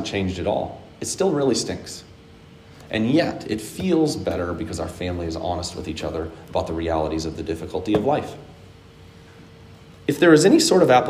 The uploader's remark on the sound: Today's word of encouragement comes from a sermon I preached on 6/20/21 at Hope Evangelical Free Church.